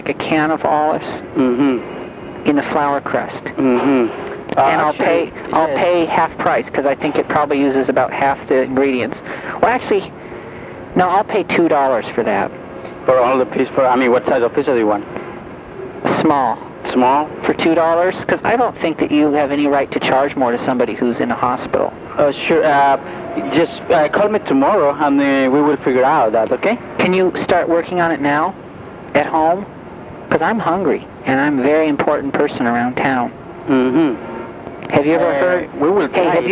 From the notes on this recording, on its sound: Prank Phone Calls